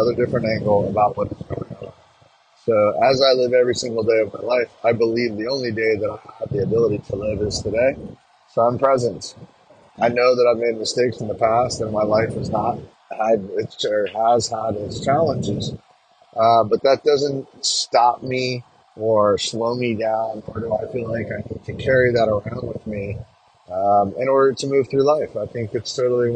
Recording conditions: inside a vehicle